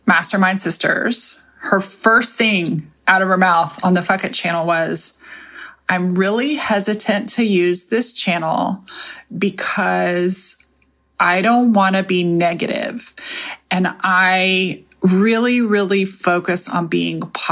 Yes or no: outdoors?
no